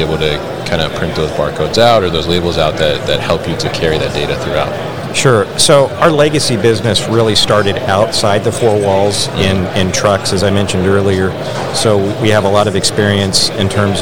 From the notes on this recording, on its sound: live at ProMat 2023